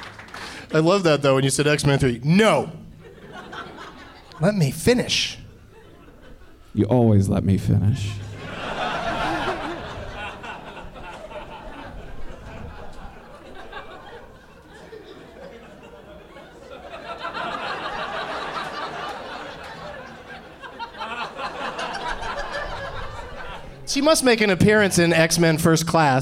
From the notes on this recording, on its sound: Live from Hyena's in Dallas